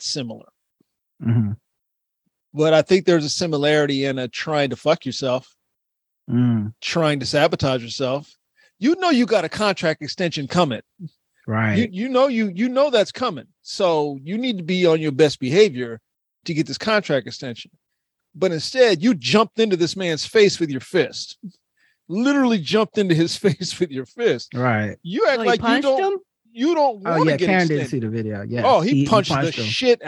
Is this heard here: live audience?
no